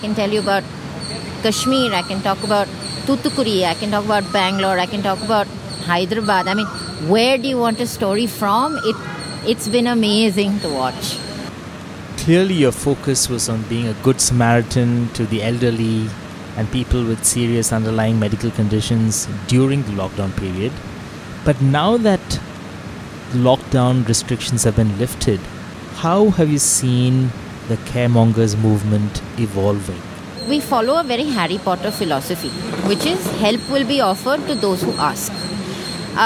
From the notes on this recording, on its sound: Speaks with us at Airlines Hotel in Bangalore. Join us as we chat over the sounds of birds chirping and cars annoyingly revving their engines!